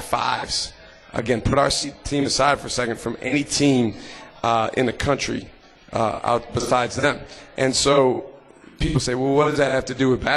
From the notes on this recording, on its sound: LIVE from MOTOR Bar & Restaurant